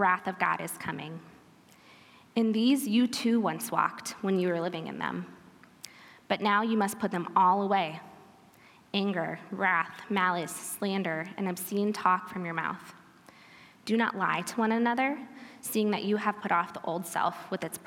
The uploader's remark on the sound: This episode is a recording from our Women's Retreat in February 2023.